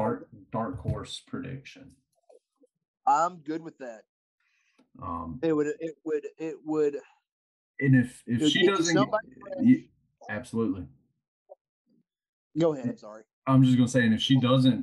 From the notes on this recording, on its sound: Was fighting audio issues throughout the episode.